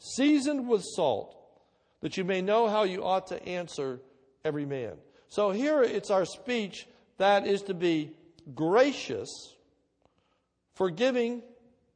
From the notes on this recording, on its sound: This is a sermon recorded at Lebanon Bible Fellowship Church